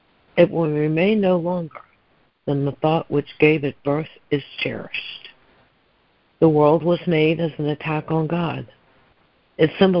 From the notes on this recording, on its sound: ACIM Daily Conference Call.